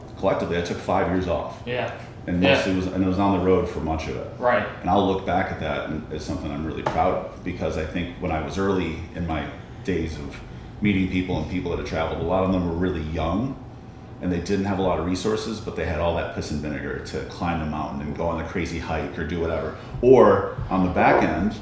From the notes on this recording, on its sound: we recorded live, at the Olney Place